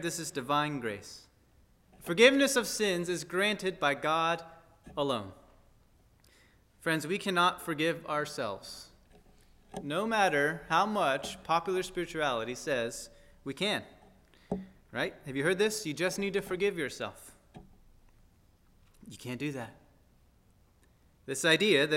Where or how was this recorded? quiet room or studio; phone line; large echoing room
large echoing room